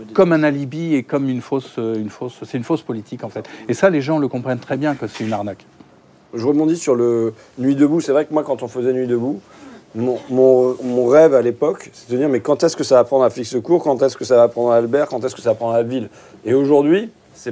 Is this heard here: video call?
no